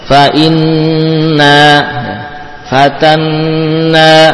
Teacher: Ada nun bertasydid, berikutnya alif. Dia gunnah panjang, kemudian nun yang fathah juga panjang.